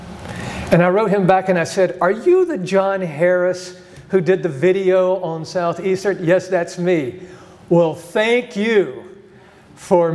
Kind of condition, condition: setting, live audience